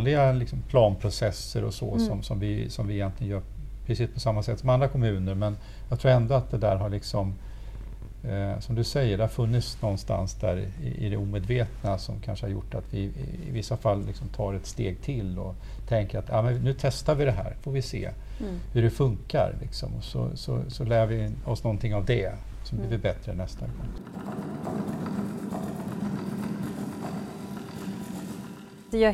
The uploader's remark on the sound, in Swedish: Poddavsnittet är inspelat under konferensen Gestaltad livsmiljö – Människan i fokus. Konferensen arrangerades av Region Blekinge som en del av Arkitekturveckan i Karlshamn hösten 2023.